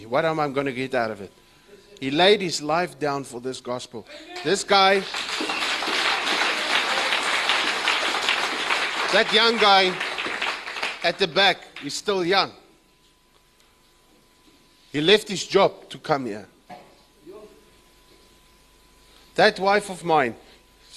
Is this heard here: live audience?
yes